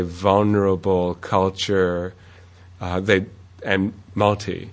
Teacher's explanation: There are also some who simply drop the L and say vulnerable, culture, and multi.